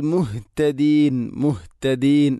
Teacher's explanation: തൊണ്ടയുടെ ഏറ്റവും അടിഭാഗമാണ് ഹ ഇൻ്റെ മഖ്റജ്